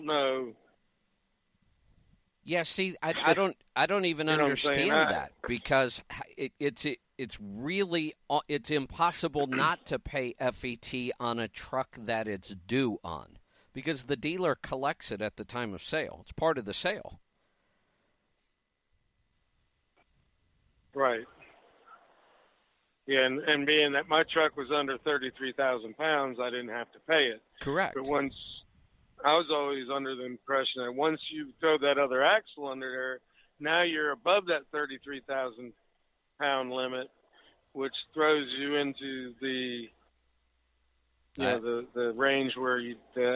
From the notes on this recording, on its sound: Call in Question and Answer Show